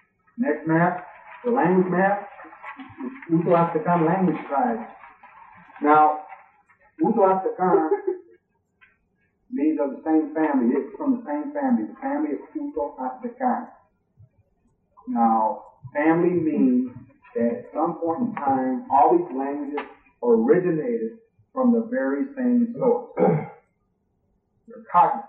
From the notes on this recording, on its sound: This talk was given at Michigan State University in the winter of 1996. We apologize for the sound. A lot of work went into cleaning up the audio.